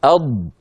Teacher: الضاد تخرج من حافة اللسان